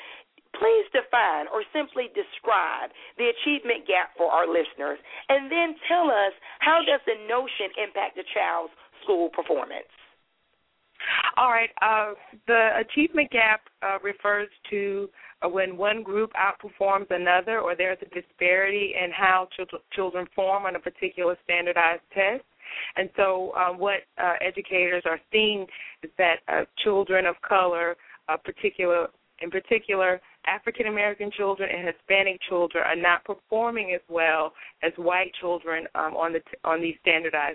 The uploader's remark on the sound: will be taking live callers throughout the show